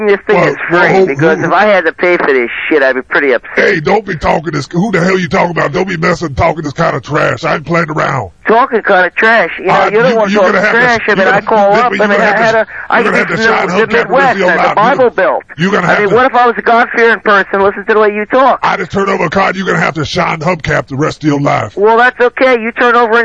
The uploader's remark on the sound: Prank Phone Calls